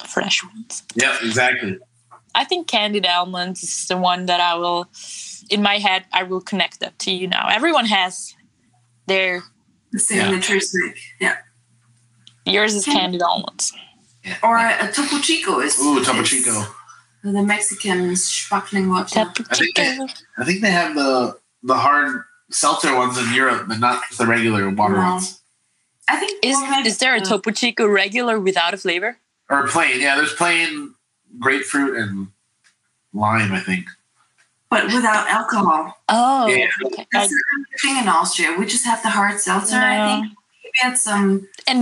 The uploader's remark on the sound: NO Austrian Audio gear was used when recording this podcast - unfortunately! It was captured across two continents - with our phones - and a 7h time difference - so this episode is somewhat special. Has pretty bad audio quality.